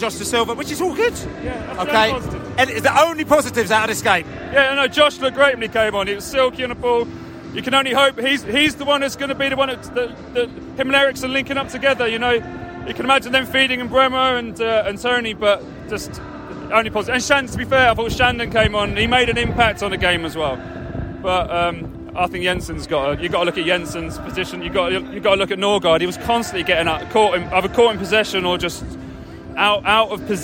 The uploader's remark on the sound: Post-match podcast from the pub.